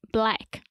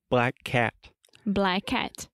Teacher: When we say the word black or blackout, the ah sound is very open and to the front.